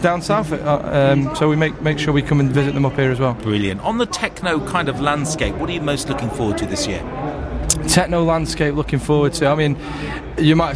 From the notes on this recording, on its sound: Listen again to some of our favourite bits from our live EICE Radio Manchester shows that were broadcast live from Manchester Central. This show was broadcast live on The Anderton Tiger Radio Network using our own School Radio equipment.